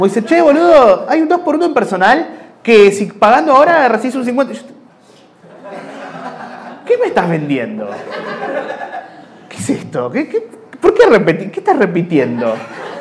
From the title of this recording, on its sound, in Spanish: En vivo en Bahía Blanca